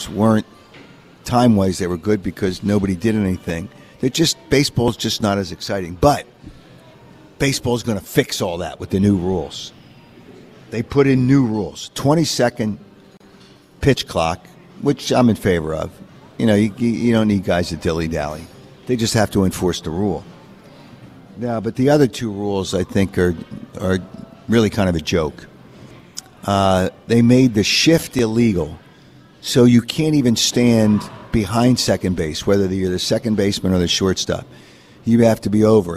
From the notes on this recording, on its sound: Live from the Borgata